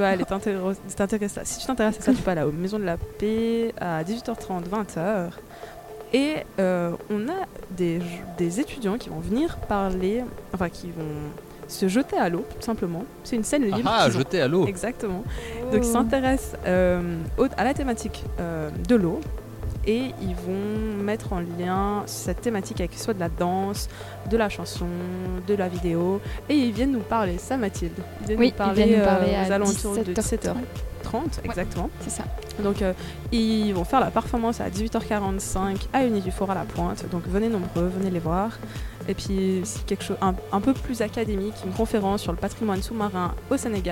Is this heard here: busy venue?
yes